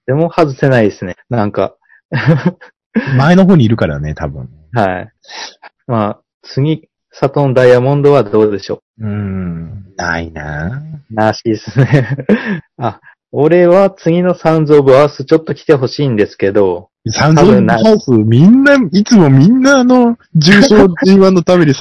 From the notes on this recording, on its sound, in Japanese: 全国から仕事と睡眠時間を犠牲にしてお送りいたします。容量の問題で圧縮を重ねた結果こんかいは音質が悪くなっていますのでご了承ください。